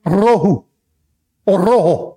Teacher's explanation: in Spanish, when you have a single R at the beginning of the word or at the end of a word, you have to roll it